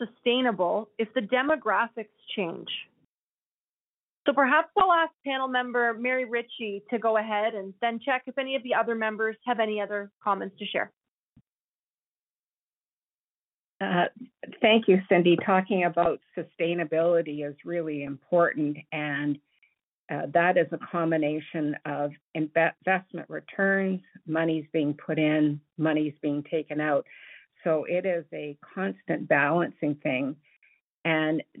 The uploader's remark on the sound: Northern Alberta Telephone Townhall